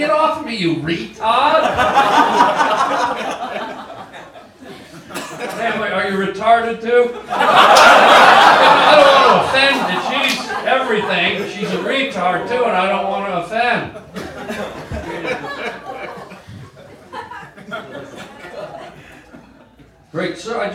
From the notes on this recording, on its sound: Live stand up comedy recorded on the Sunset Strip in Hollywood